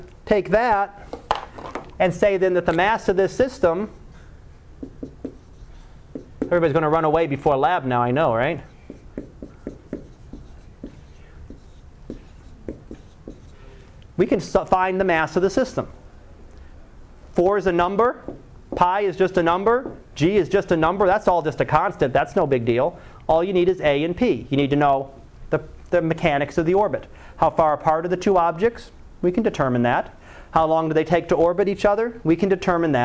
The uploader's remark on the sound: Live Class Lecture